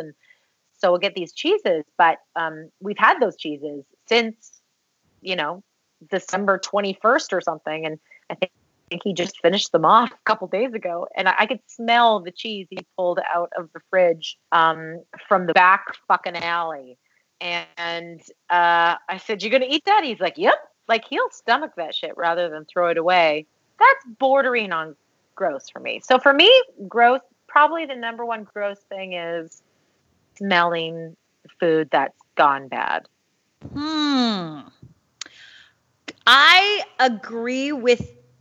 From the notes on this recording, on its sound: attempt to do a recording session via Skype